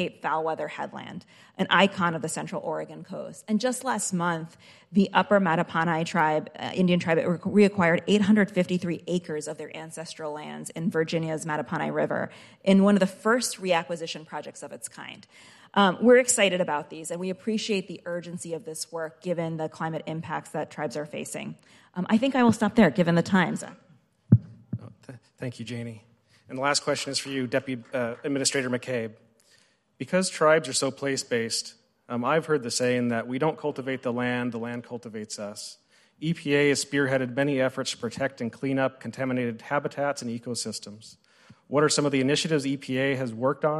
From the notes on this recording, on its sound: Tribal and federal officials participate in a panel discussion at the White House Tribal Nations Summit on December 6, 2023.